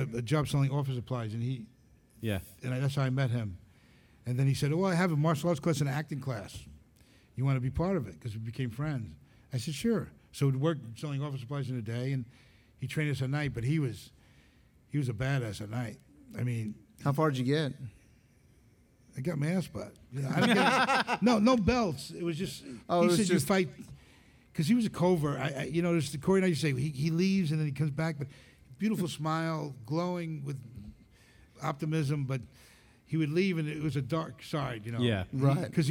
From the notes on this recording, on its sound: We are LIVE at ICCC Nashville!